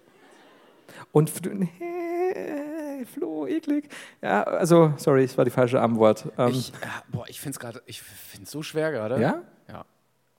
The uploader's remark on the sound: LIVE in Duisburg